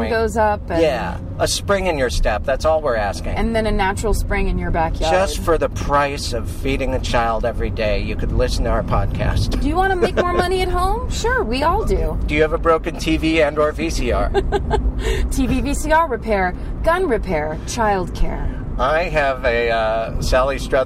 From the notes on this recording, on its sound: In the Car.